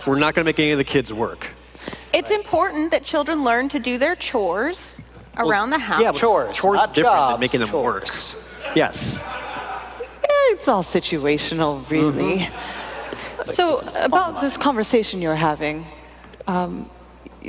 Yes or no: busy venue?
yes